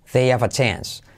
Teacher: Eso ocurre al unirlo. They have a chance se convierte, salto la H